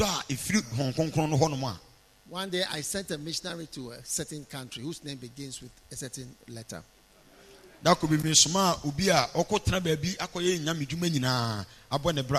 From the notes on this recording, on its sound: Preached at the Healing Jesus Campaign Pastor's Conference in Kyebi, Ghana